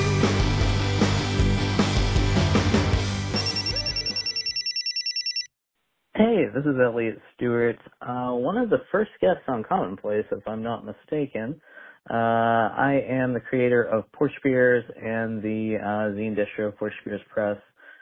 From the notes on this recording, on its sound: Takes phone calls from previous guests.